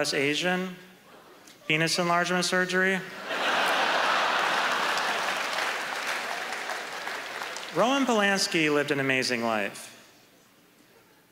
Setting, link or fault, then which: setting, live audience